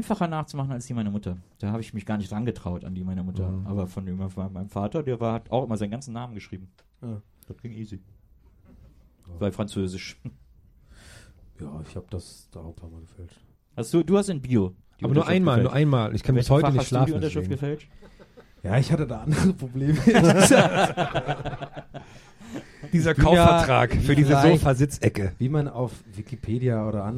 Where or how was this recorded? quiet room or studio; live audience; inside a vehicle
live audience